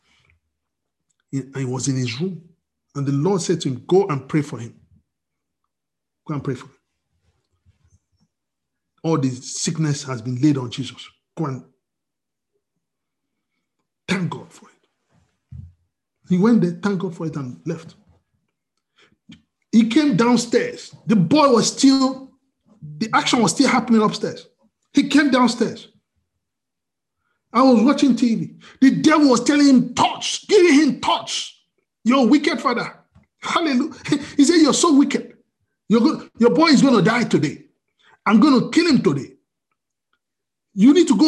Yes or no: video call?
yes